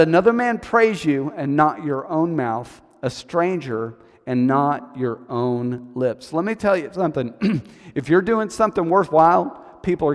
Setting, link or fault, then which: setting, large echoing room